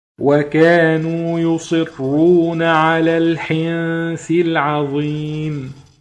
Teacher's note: نون ساكنة بعدها حرف الثاء، الثاء من حروف الإخفاء حكم النون إخفاء حقيقي